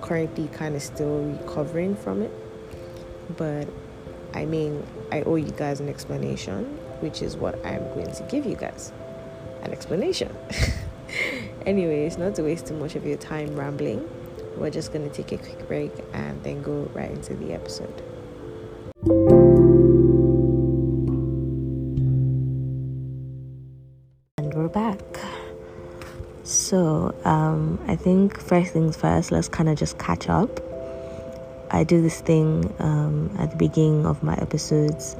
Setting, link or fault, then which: fault, background noise